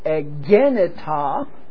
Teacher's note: The accent is over the second syllable